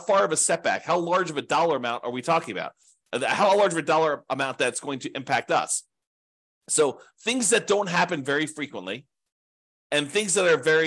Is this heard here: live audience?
no